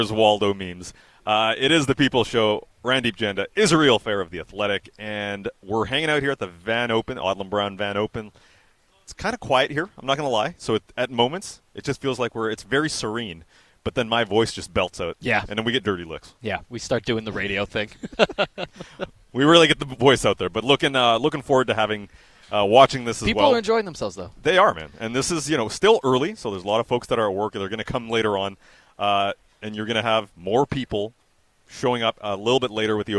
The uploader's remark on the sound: Live from the Odlum Brown VanOpen